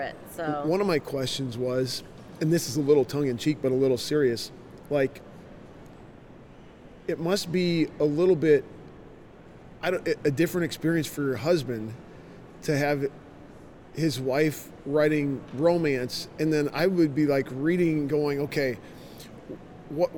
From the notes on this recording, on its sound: LIVE from CPE 2022!